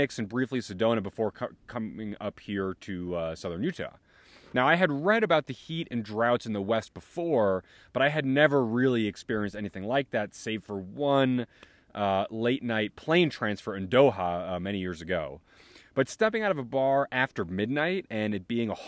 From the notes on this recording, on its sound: recorded in Dixie National Forest in Utah